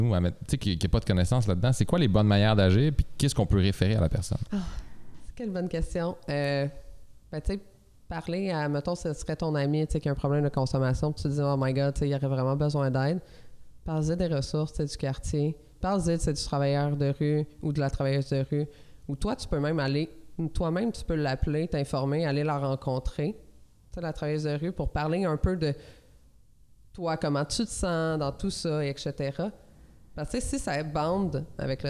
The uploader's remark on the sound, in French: Le podcast a été enregistré en juillet 2021 à la microbrasserie le Boquébière au 50, rue Wellington Nord à Sherbrooke.